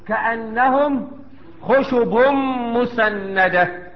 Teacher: ادغام بغنة لوقوع الميم بعد التنوين.